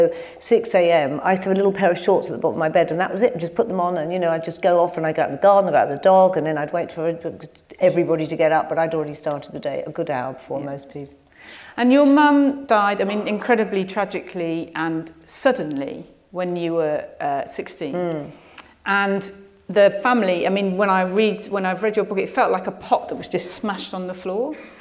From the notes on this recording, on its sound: In front of a live audience at the Shaw Theatre, London. Thanks to Penguin Random House for producing this live event, the staff at the Shaw Theatre.